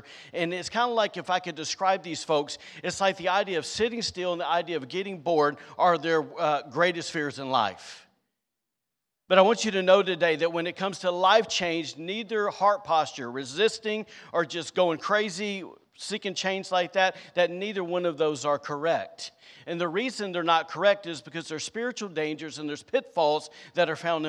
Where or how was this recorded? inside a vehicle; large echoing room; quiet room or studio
large echoing room